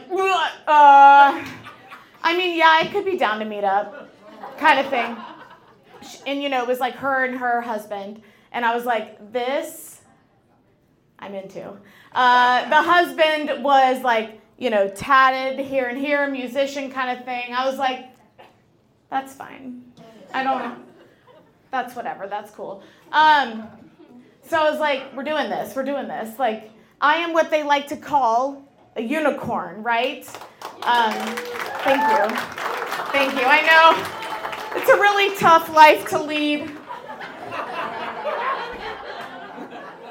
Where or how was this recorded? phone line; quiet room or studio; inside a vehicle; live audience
live audience